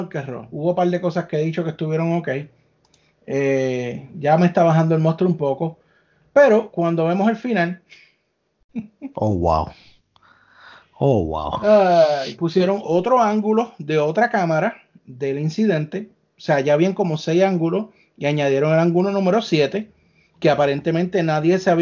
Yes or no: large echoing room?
no